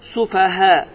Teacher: Fəthə iki hərəkə olur məqdən uzalır. Və med hərfindən sonra həmzə gəlir. Bu zaman meddul muttasıl baş verir. Uzatma miqdarı 4, 5 və 6 hərəkədir.